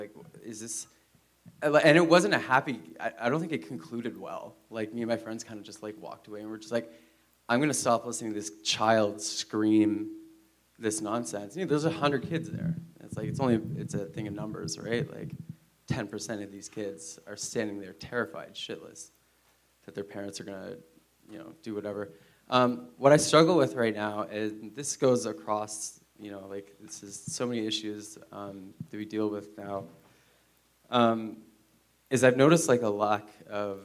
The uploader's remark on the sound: Live at the Revue Cinema. Were live in Toronto.